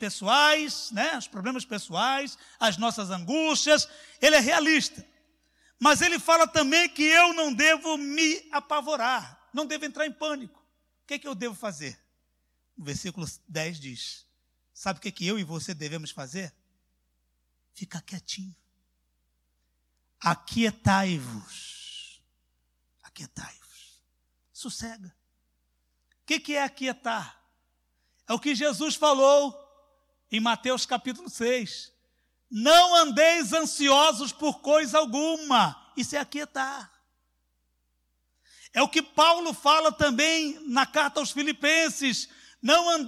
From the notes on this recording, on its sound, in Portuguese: CULTO AO VIVO